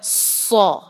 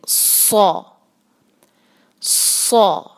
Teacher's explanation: صاد جو ہے بھاری لیٹر ہے اور ساتھ اس میں سیٹی کی آواز بھی ہوتی ہے، اس میں آپ تھوڑا سا زبان کو ہلکا سا اوپر اٹھائیں گے اور اپنی آواز اور جو پریشر وغیرہ ہے نا وہ زبان کے بیچ میں ڈالیں اور اس سے جو ہے آواز کو آپ بھاری کریں، تو یہ ہو گیا سو، ساتھ سیٹی کی آواز یہ بھی ساتھ شامل کرنی ہے سو، سو.